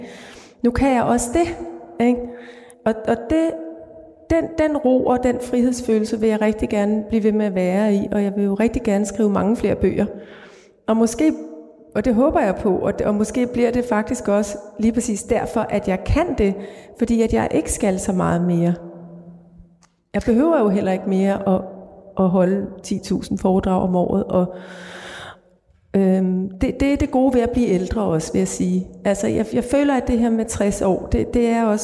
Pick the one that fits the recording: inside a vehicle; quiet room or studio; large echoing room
large echoing room